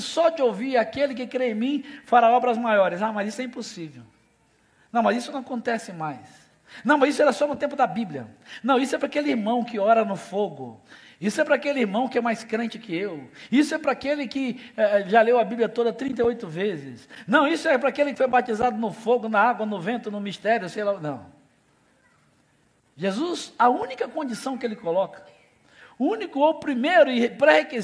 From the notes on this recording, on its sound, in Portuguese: Celebração ao vivo